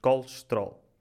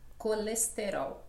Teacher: nós apagamos as vogais átonas, que são aquelas que têm menos força · Shown in: first take · Term: debilitamento